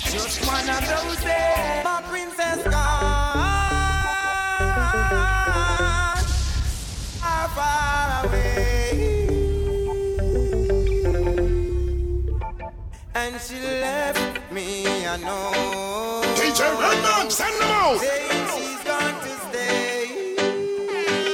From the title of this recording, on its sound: LIVE AT ISLAND SATURDAYS ON 1-6-18